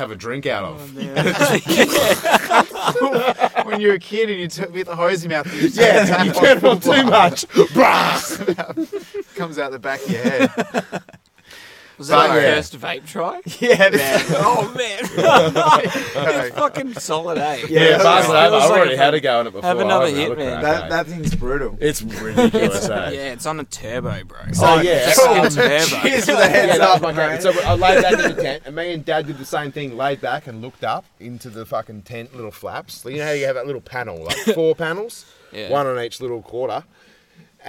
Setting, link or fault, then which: setting, outdoors